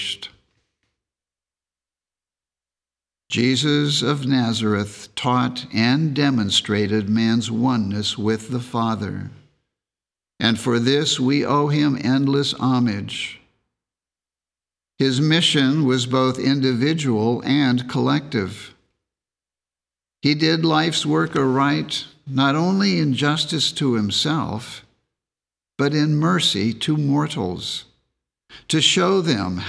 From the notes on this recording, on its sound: The Sunday service audio from March 3rd, 2024